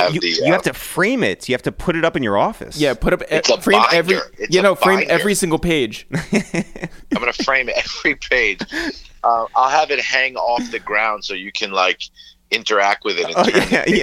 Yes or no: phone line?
yes